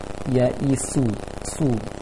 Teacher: Su itu seperti baca S bahasa Indonesia, ada angin kuat.